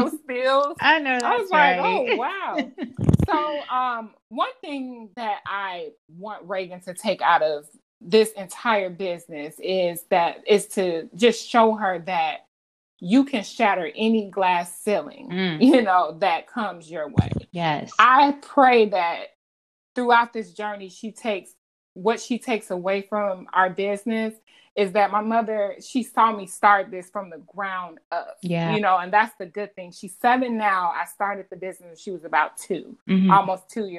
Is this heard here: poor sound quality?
yes